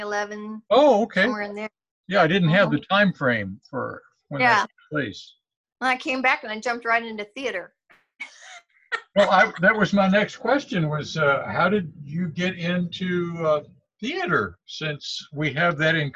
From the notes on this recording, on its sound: When we did our Zoom interview